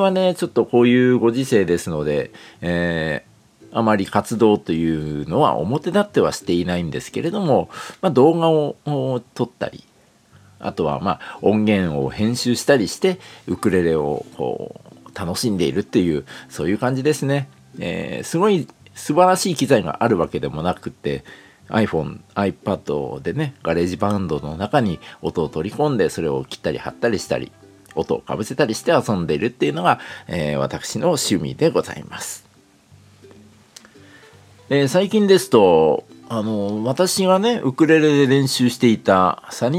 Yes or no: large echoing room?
no